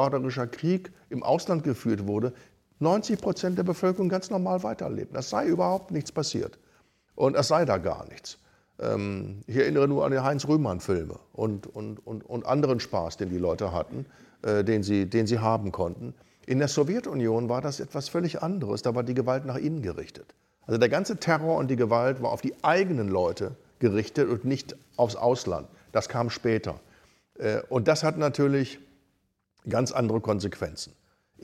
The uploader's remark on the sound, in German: 2023 live in der VHS Krefeld/Neukirchen-Vluyn aufgezeichnet.